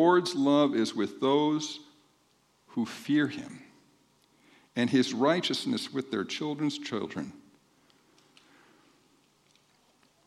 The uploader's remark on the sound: This podcast has the audio from the second service on 2-18-24